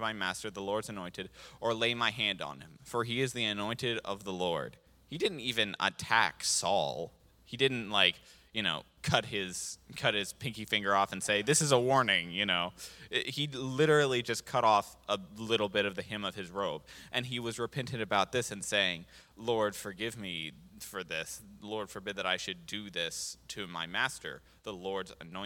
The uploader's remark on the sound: This JAT was recorded live on August 7th, 2022 at Newark United Pentecostal Church.